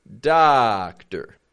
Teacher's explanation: And in English, instead of giving two strong sounds, we're going to go strong, weak. Doctor. So, let's keep up with this.